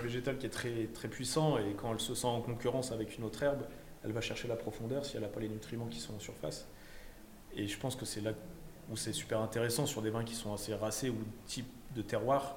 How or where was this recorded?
busy venue